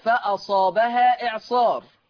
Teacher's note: مد منفصل مقداره الإشباع قولا واحدا